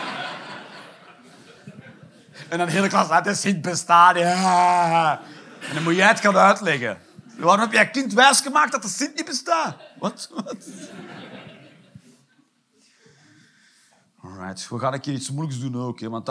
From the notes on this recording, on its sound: Live 8 November 2023, foyer Arenbergschouwburg, Antwerpen.